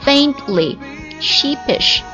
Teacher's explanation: 这个特的话又可以弱化掉直接让它消失不见